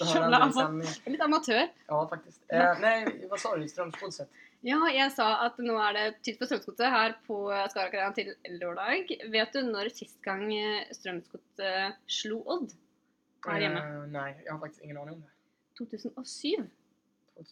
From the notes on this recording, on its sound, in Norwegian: Lyden ble derfor ikke helt innafor i denne podcasten.